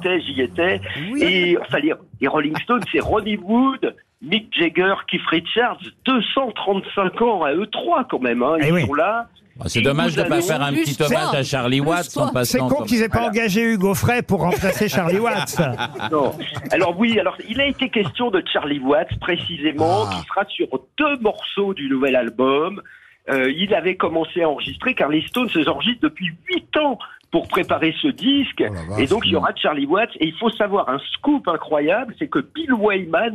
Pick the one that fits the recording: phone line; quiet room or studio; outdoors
phone line